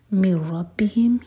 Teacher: ادغام بغیر غنہ کے. نون نہیں پڑھیں گے، میم کو سیدھا رو سے کنیکٹ کریں گے.